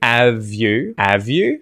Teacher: We can remove that H through H deletion.